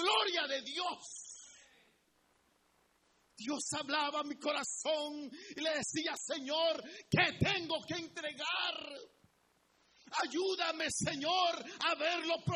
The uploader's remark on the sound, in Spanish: en Iglesia Palabra Viva, audio grabado el dia 20 de Enero 2019 Culto 845am